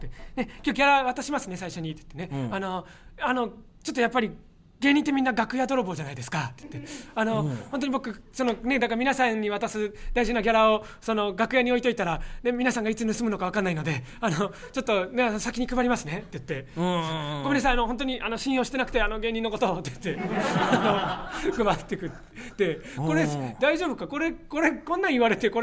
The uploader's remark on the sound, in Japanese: 初回は公開収録でお届け！